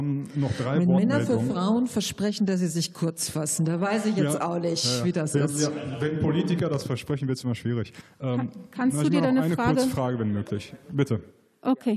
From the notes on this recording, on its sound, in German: Nordfunken: Wahlarena 2020. Dazu beantworten die Kandidat*innen auch Fragen aus dem Publikum. Wahlarena 2020 in Dortmund.